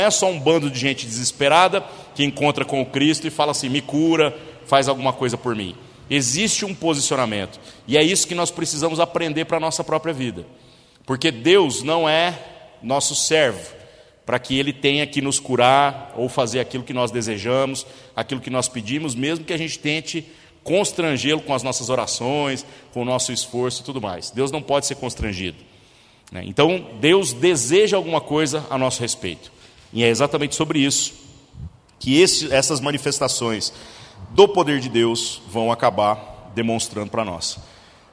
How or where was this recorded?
large echoing room